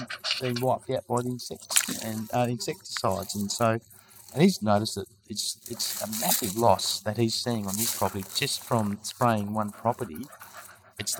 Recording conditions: wind noise